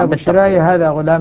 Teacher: يا بشرايا هذا غلام بتقليل الألف مع إثبات الياء